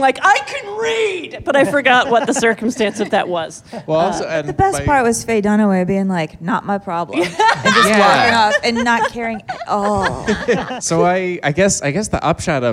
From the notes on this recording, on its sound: This LIVE episode from the UCB Sunset Theatre in Los Angeles.